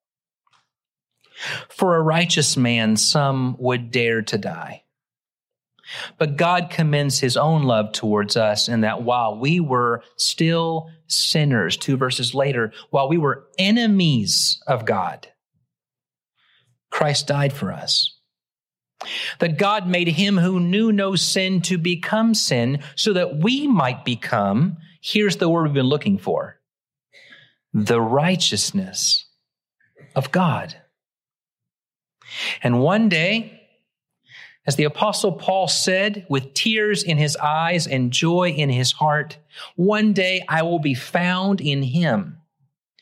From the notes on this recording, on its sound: Originally preached at the West Side Church of Christ (Searcy, AR) on July 2, 2023.